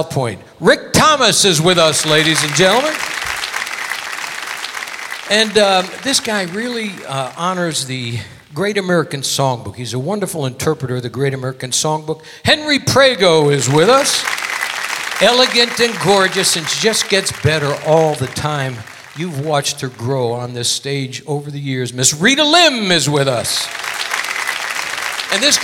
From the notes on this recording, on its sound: Live at the SouthPoint